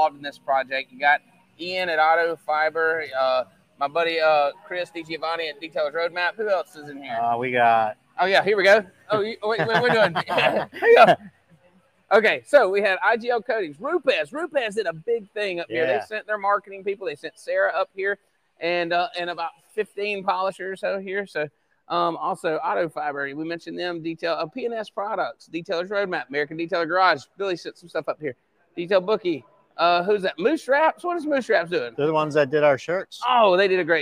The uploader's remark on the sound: Play by Play is coming to you live from Day 1 of the Falcon One Project